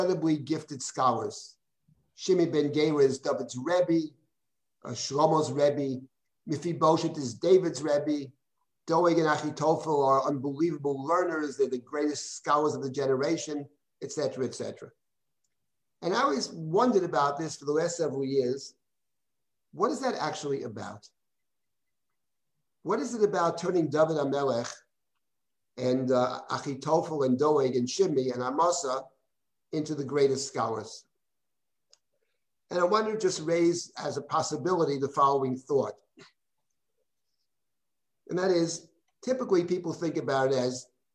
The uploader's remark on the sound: This audio was originally captured from Zoom